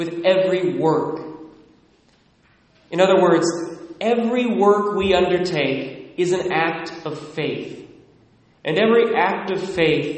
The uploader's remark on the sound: Recorded at Immaculate Heart of Mary, Sedro-Woolley, WA